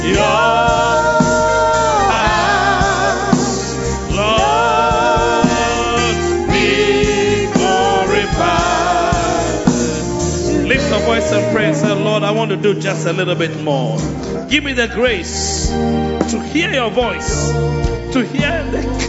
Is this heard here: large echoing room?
yes